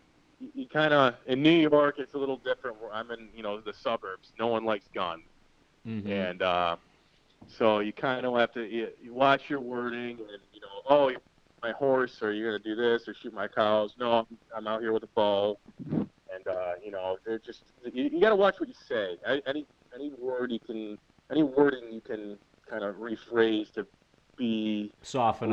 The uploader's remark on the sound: he sits down with us via phone